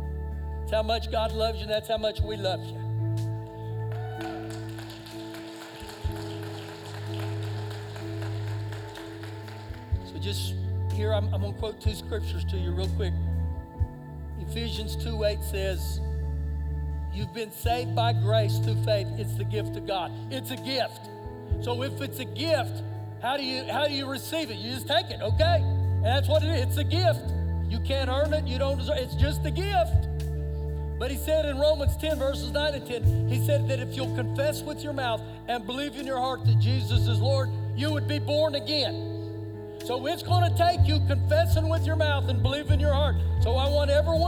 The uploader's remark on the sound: Recorded live during our Sunday morning service